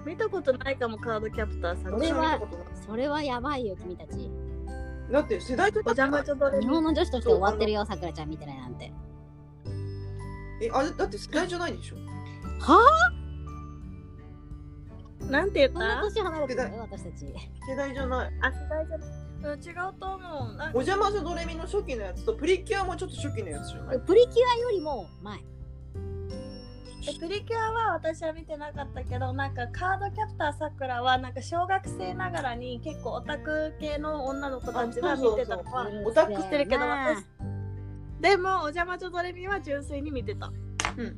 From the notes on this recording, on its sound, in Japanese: 撮影環境が不安定だったため、若干雑音が多く申し訳ございません！